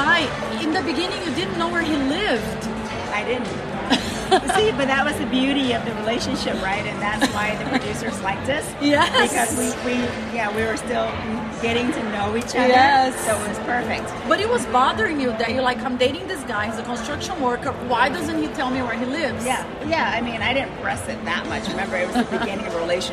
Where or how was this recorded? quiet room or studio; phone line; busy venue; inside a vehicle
busy venue